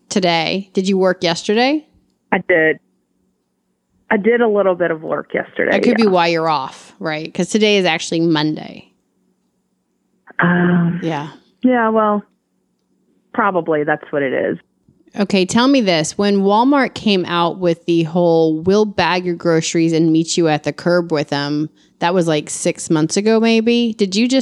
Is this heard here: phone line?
yes